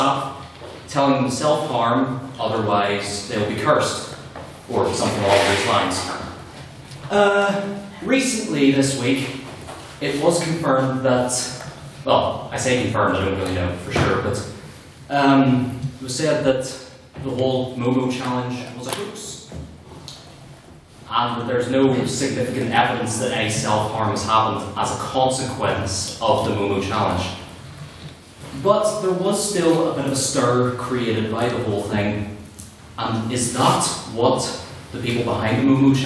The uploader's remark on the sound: Here is the recording of the twentieth Ordinary Meeting of our 170th Session.